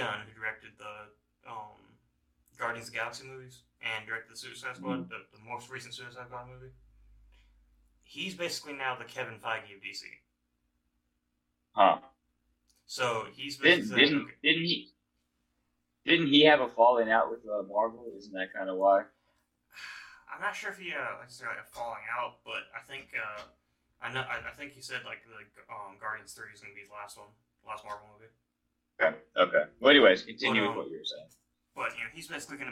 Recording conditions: poor sound quality